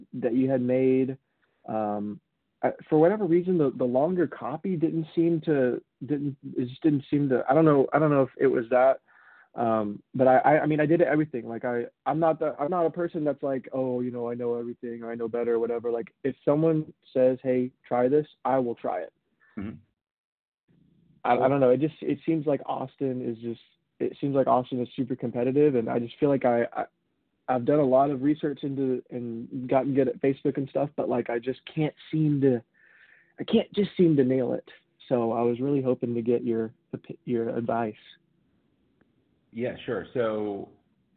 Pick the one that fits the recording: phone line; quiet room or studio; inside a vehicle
phone line